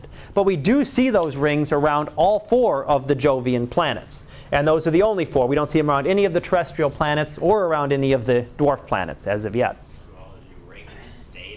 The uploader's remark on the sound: Live Class Lecture